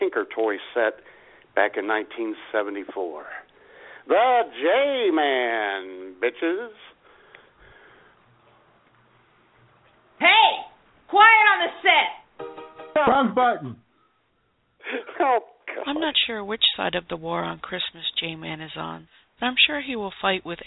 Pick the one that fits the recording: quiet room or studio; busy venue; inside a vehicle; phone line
phone line